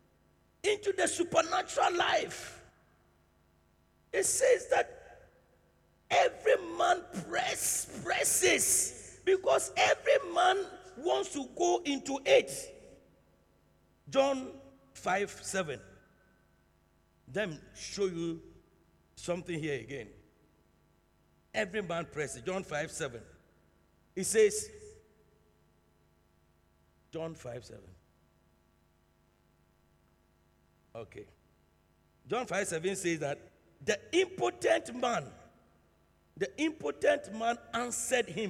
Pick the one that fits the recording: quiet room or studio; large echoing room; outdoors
large echoing room